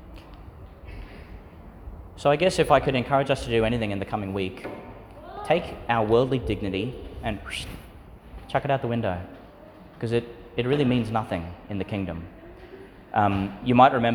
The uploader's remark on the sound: Homily for the Thirty-first Sunday in Ordinary Time, delivered at St Peter Channel Church, Tannum, Qld.